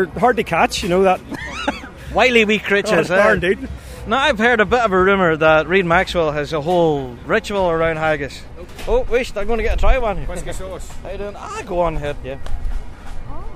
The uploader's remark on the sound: Worlds 2019 from The Green